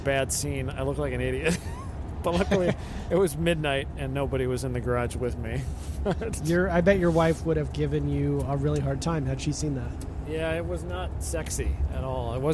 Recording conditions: inside a vehicle